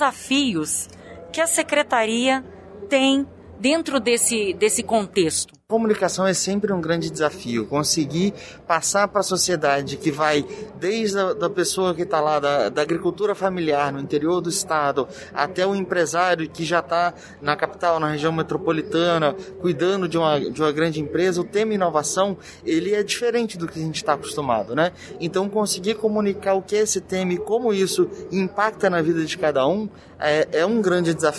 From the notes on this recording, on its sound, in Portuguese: Episódio gravado no evento "SEBRAE/ESX - ESPÍRITO SANTO INNOVATION EXPERIENCE", realizado em dezembro de 2021.